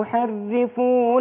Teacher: الراء مكسورة ومشددة، واخد بالك؟ هترقق